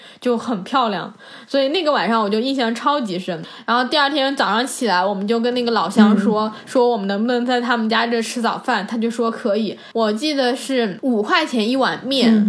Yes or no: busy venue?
no